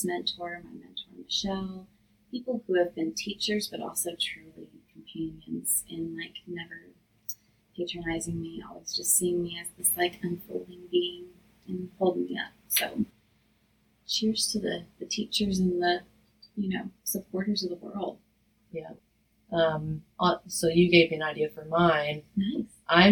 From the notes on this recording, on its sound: we apologize for the technical difficulties with sound in this episode.